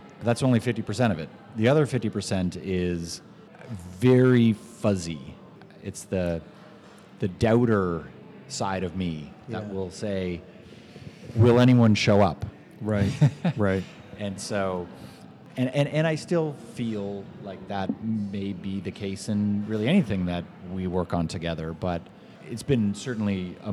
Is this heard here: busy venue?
yes